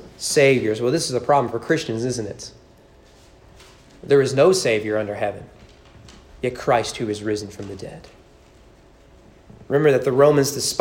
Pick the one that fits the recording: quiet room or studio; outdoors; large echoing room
large echoing room